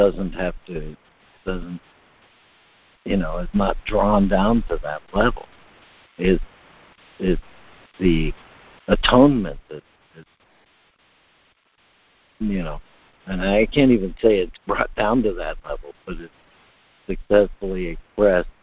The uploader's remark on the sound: ACIM Daily Conference Call.